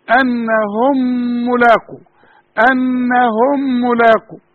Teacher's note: وخد بالك الميم مع الميم تغن